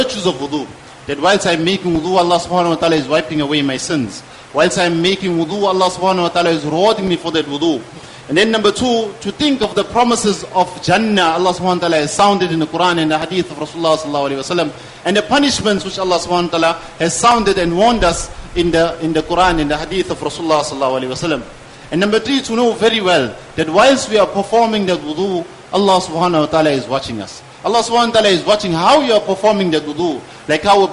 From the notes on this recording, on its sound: Jumuah lecture